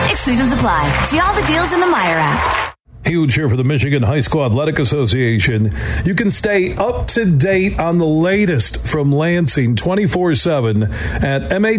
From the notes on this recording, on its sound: It's day two of us broadcasting live from Van Andel Arena as they're hosting the 57th Annual Great Lakes Hockey Invitational.